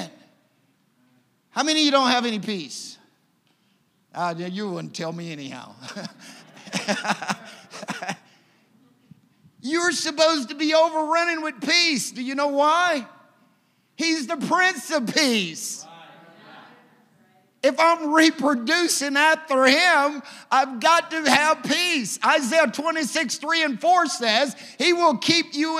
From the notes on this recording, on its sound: a service recording from Connect Point UPC